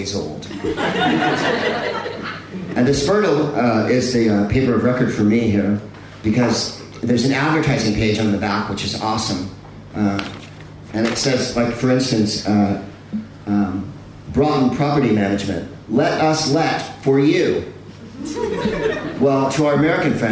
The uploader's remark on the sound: In another live show from the Gilded Balloon in Edinburgh for the Edinburgh Festival Fringe.